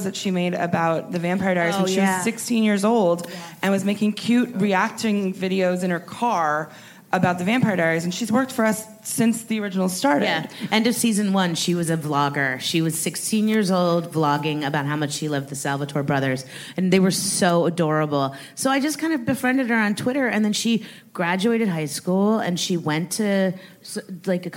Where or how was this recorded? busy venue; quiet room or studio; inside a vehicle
busy venue